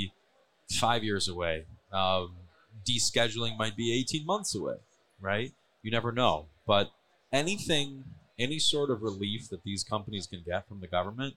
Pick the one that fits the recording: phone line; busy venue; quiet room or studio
busy venue